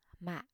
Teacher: Low broken tone or thanh nặng